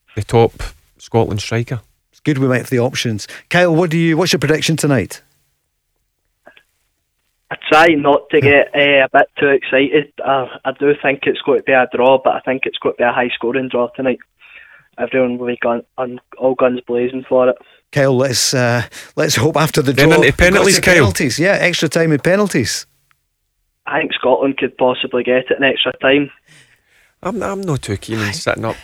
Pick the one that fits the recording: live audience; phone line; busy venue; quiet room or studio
phone line